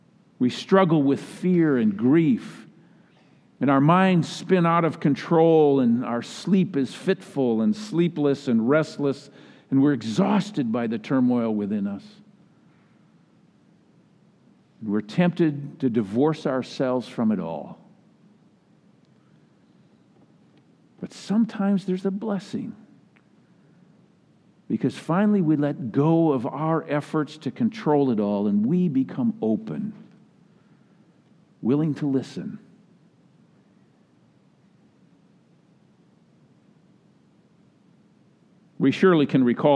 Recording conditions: large echoing room